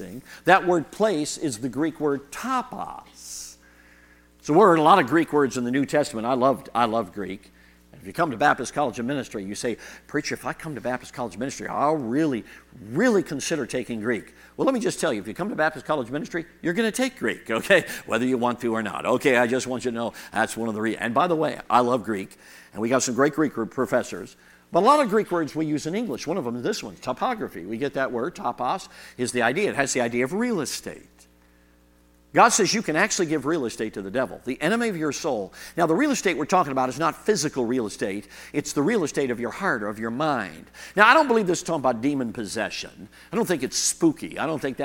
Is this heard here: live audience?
yes